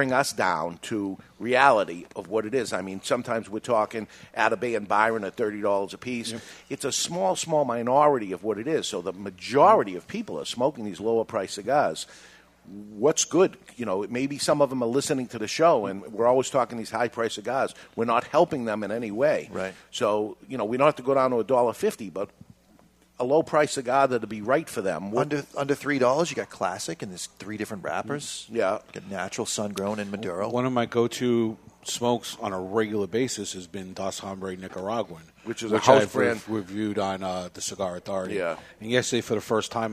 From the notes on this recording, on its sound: Broadcasting live from Two Guys Smoke Shop.